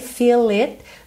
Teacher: do feel pro it, eu junto no L, feel it.